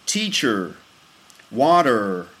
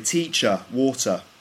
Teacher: They have a rounded R sound at the end of the word. · Shown in: first take · In British English, we don't really pronounce the R. Whereas in American English, they do.